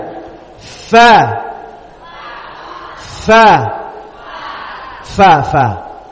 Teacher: Bagian dalam baqini, bagian dalam dari bibir bawah dengan gigi ujung gigi seri atas · Term: makhraju al fa